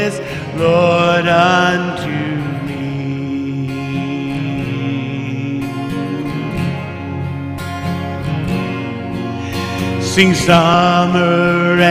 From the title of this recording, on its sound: Mt. Zion Church Live!